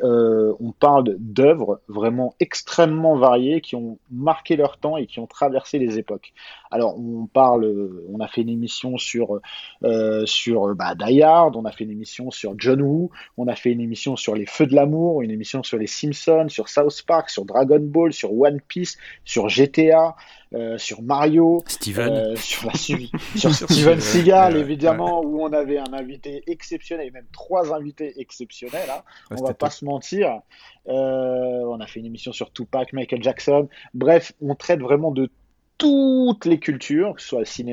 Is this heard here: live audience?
no